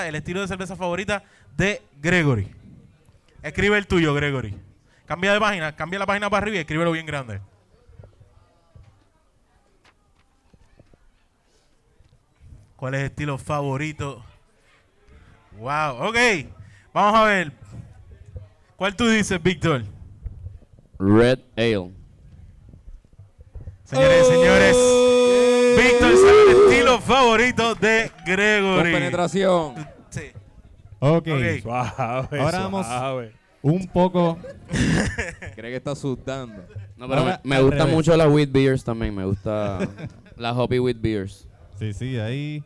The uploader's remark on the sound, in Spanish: Birra Live desde FOK Brewing Co. Nos presentamos en FOK Brewing Company en Caguas.